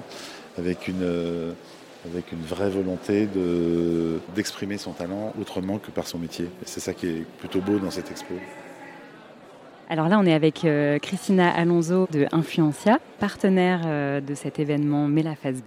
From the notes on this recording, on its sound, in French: Nous débutons notre série par une balade sonore enregistrée lors du vernissage de l'exposition Mets la face B au Studio Zorse, qui mettait en lumière 11 artistes multipotentiels.